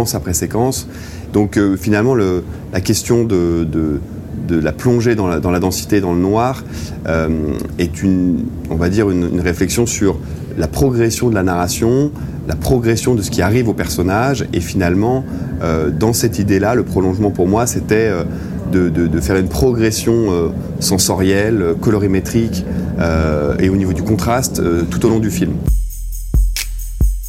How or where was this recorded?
busy venue